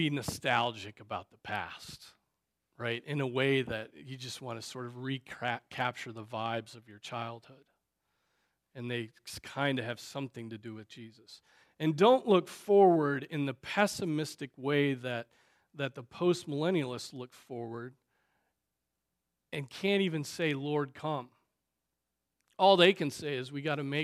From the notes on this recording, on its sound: Preached on December 24, 2023 at Trinity Presbyterian Church